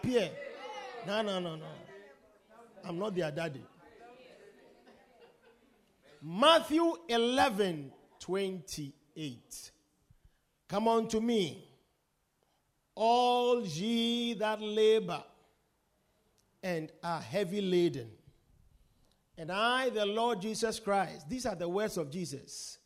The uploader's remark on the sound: Preached at The Victory Secrets Service.